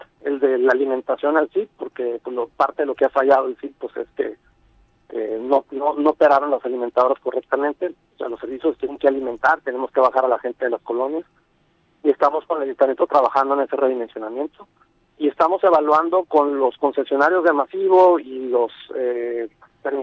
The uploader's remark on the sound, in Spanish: vía telefónica